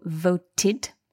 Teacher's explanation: this word voted, we've got the dental consonant T